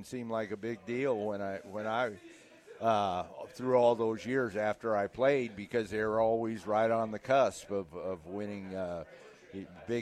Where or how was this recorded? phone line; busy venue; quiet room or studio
busy venue